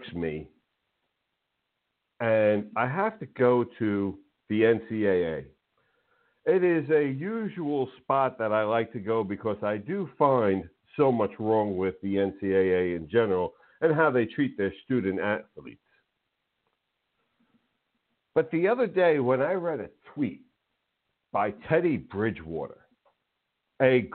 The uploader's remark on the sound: A SPECIAL CALL IN GUEST!